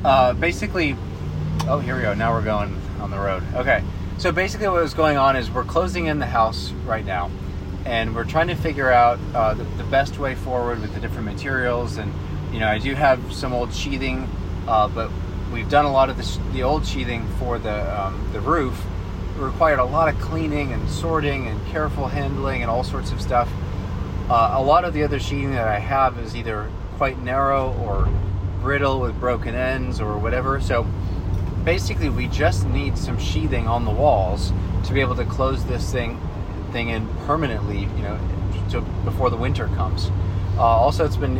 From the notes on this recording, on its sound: This episode was recorded on the road. As a from-the-hip recording, this conversation traverses quite a varied terrain.